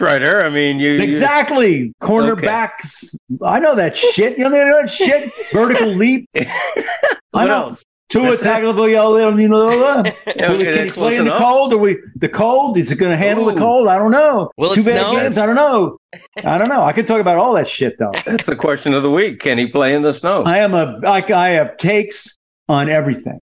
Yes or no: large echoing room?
no